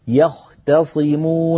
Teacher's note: التاء في يختصمون جاورت الصاد، فانتبهي إلى عدم تفخيمها